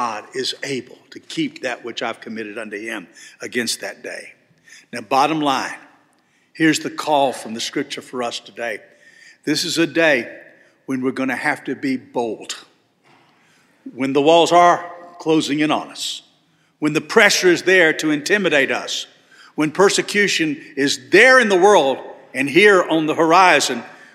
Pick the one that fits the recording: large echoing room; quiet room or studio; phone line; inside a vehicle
large echoing room